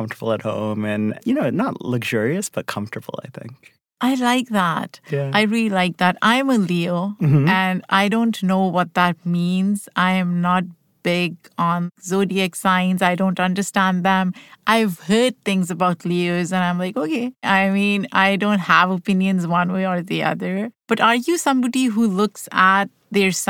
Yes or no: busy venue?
no